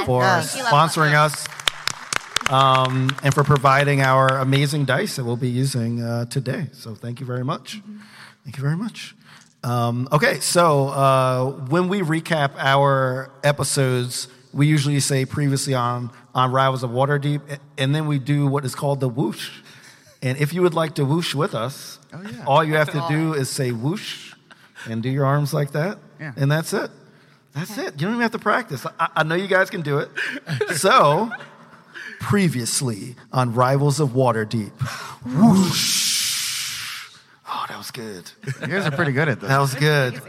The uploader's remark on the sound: LIVE From PAX East